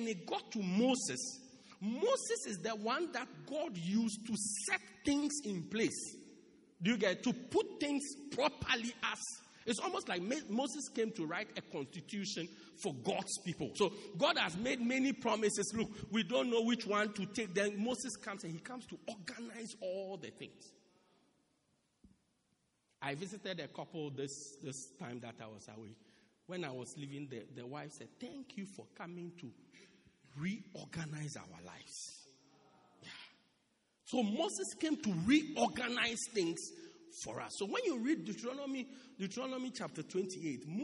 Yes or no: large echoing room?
yes